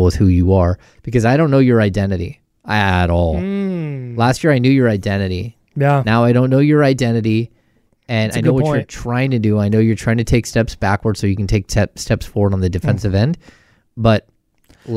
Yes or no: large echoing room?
no